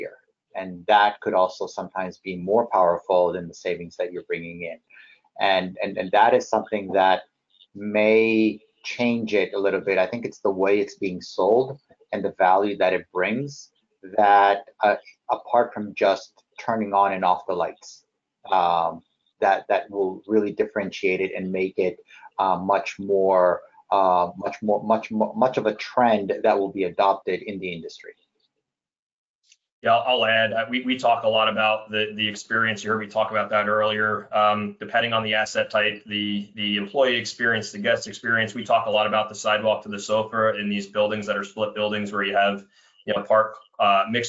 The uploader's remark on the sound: Realcomm Webinar